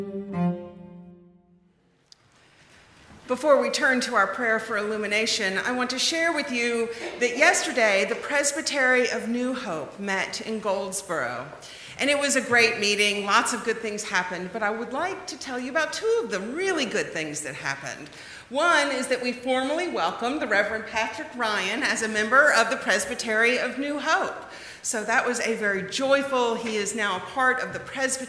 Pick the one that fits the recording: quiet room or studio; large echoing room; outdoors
large echoing room